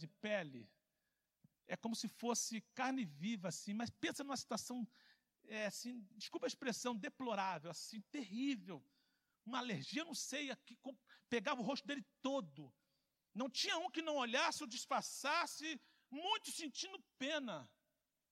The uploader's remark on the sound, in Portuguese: CULTO AO VIVO